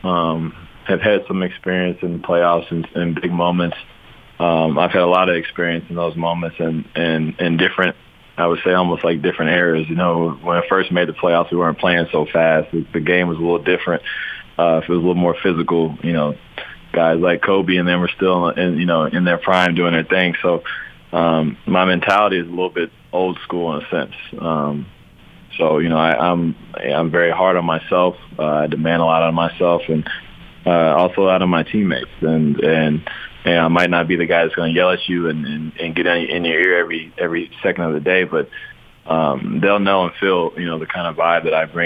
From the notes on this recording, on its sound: called in to 'The Big Show'